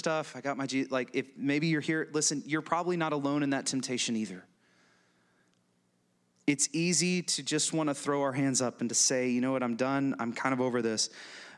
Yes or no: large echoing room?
yes